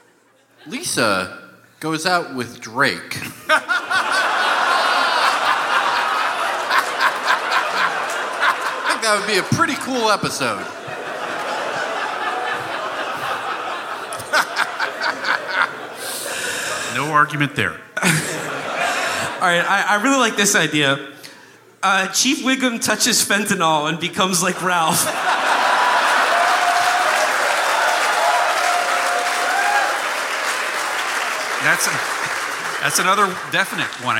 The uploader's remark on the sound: Live from the Aladdin Theater in beautiful Portland, Oregon!